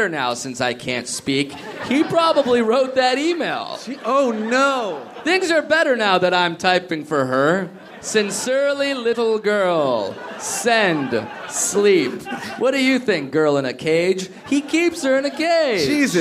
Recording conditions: live audience